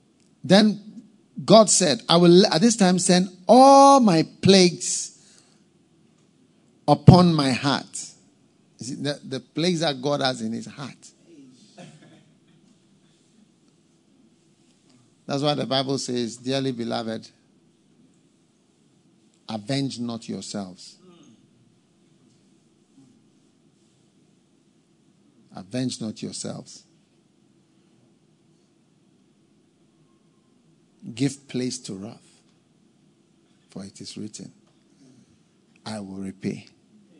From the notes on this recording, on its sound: Preached at the FLOW Service, First Love Church